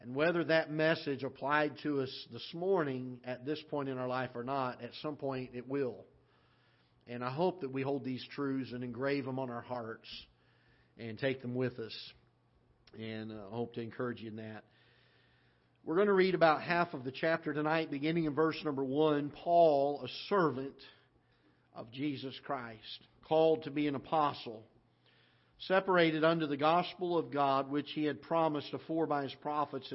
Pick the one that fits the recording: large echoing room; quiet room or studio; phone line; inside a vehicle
large echoing room